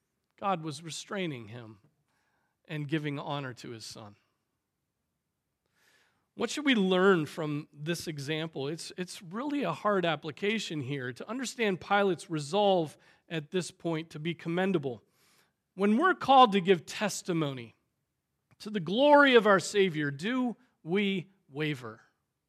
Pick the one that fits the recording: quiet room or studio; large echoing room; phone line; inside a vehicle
large echoing room